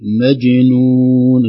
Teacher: الجيم تقدر تخليها شديدة شوي